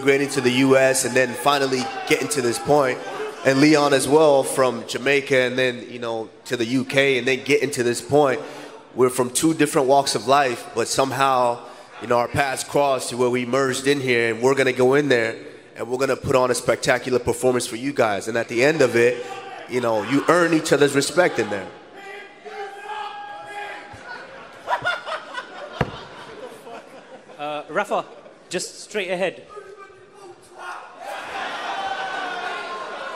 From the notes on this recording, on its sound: Pre-Fight Press Conference